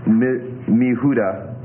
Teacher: the sequence miyeh is commonly contracted to mi, as in mi Yehuda for mi Yehuda.